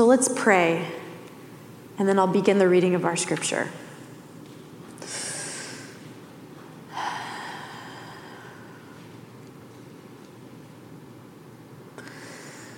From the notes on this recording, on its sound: Message delivered during the Classic service.